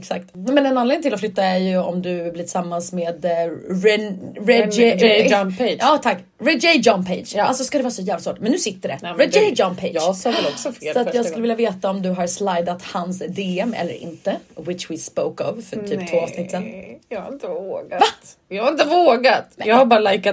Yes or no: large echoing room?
no